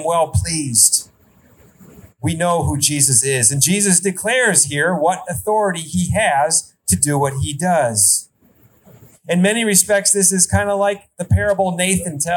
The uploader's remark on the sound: Outdoor Service. Sermon recorded live AT HOLLAND FMC.